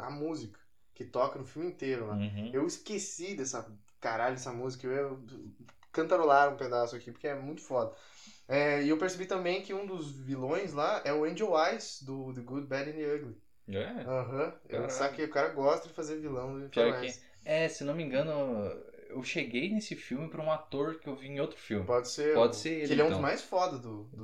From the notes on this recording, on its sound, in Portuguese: Seus ouvidos serão agraciados com um belo áudio de incríveis 2 MICROFONES (e não 2 microfones incríveis). Um microfone por participante.